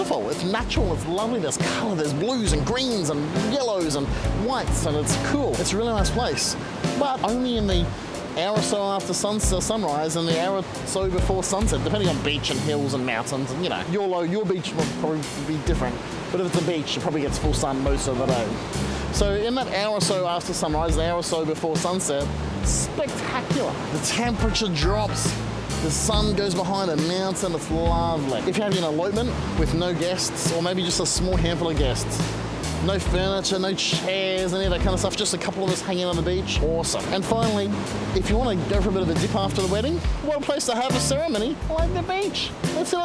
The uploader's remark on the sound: The audio is pretty bad in this episode, because it was recorded at the beach.